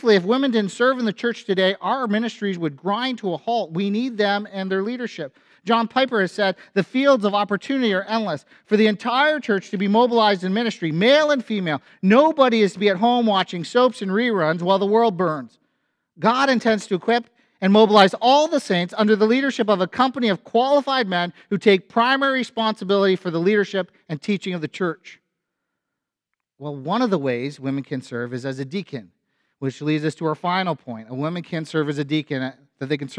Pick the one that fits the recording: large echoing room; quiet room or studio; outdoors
large echoing room